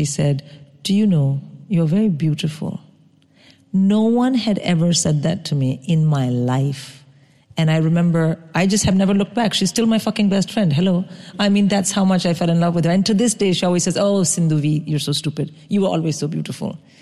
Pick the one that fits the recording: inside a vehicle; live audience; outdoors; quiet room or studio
live audience